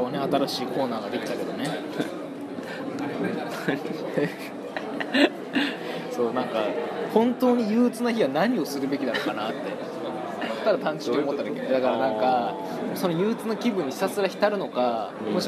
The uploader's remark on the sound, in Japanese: 食堂で収録をしていたのですが、隣の女学生が元気よく麺を啜っている音が入っています、ごめんなさい。